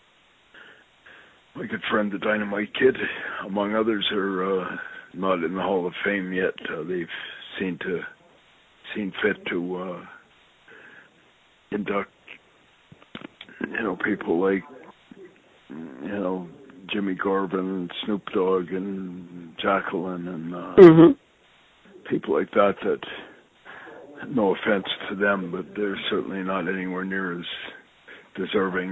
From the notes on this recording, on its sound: I sit down on the phone with my friend